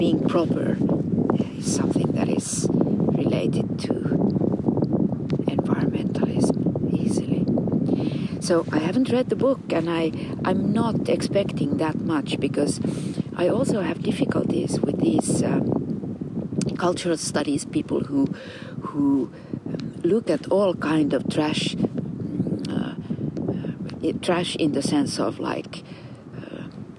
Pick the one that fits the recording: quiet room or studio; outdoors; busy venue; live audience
outdoors